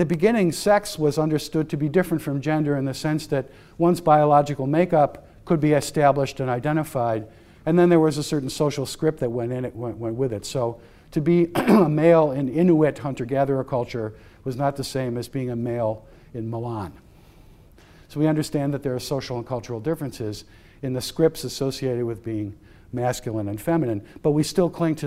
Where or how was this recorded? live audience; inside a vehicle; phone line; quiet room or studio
live audience